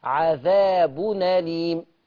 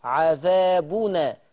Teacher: هيحصل نقل، حركة الهمزة تروح للحرف الساكن اللي قبلها، عشان كده نقول نقل حركة الهمزة إلى الحرف الساكن قبلها